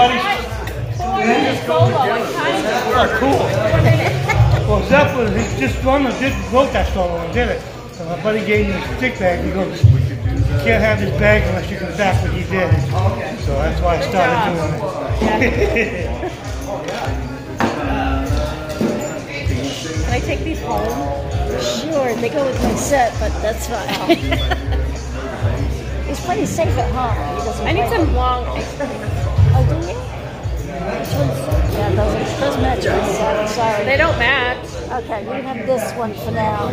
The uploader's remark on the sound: LIVE AT SKIPS 9-29-2021